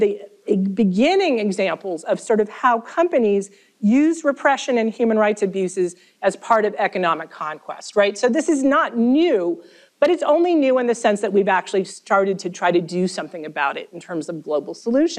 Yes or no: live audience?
yes